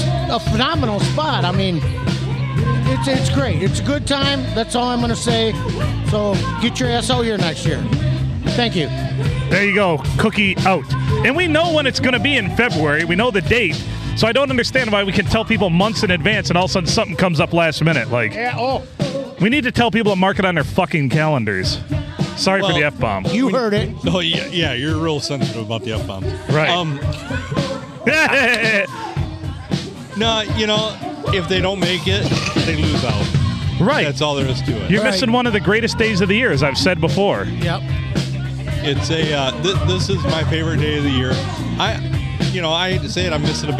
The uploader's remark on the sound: Recorded at Tuscolapalooza 2023!